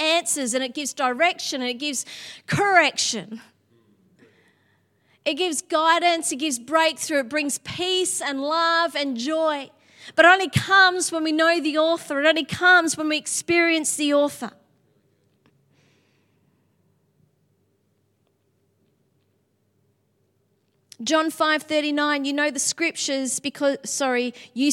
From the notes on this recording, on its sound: Sunday January 22 Echo Church Melbourne